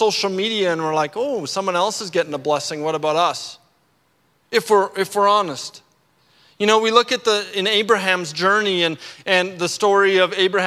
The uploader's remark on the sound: at our Edmonton Gathering at Central Baptist Church on November 5, 2022